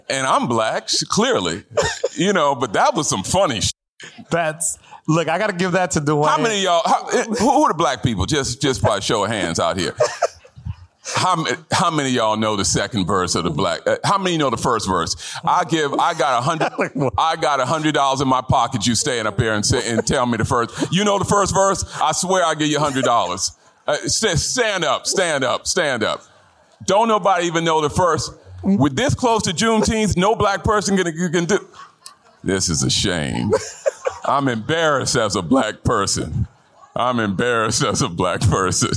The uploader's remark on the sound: a Q&A at the DGA theater in Los Angeles